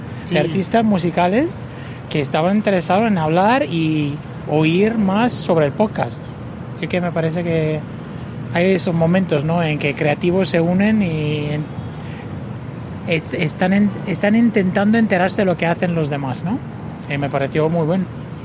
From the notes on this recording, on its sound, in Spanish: mientras tomamos un café y saludamos a los compañeros de trabajo